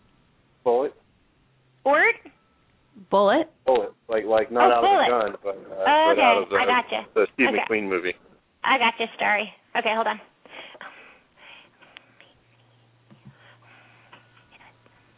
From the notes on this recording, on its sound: open up the lines for listeners to call